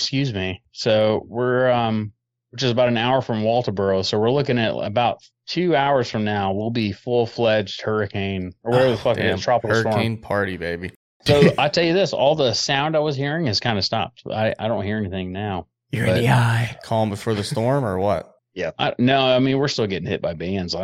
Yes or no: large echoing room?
no